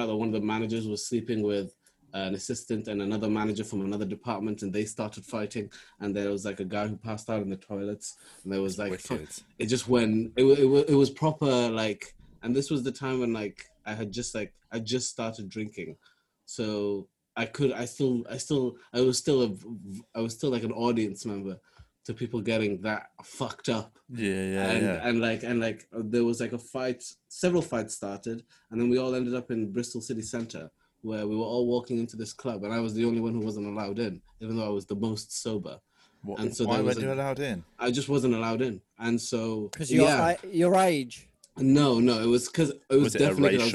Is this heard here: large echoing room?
no